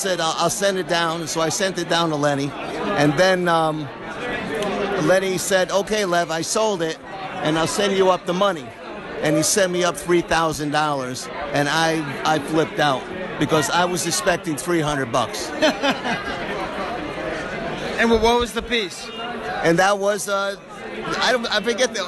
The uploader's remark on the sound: Live from the Collector Social Podcast stage and from the show floor of Celebration Chicago, 2019. Some iffy sound quality.